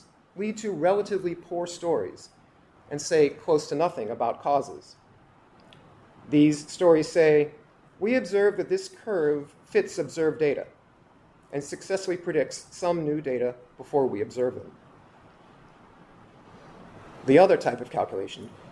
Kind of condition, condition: setting, live audience